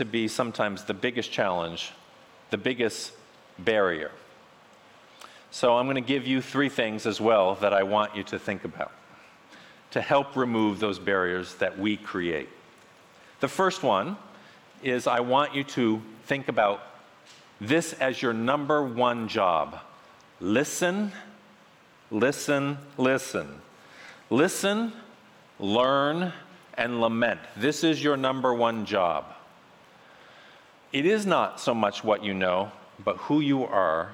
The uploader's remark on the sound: featuring a message from the Restore Conference